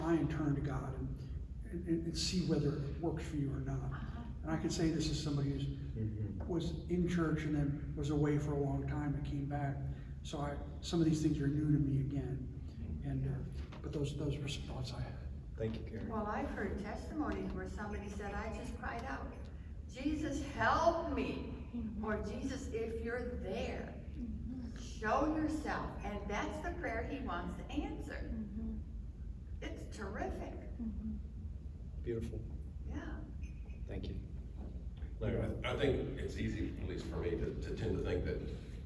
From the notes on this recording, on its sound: Originally recorded on December 11, 2022, at Dunwoody Community Church.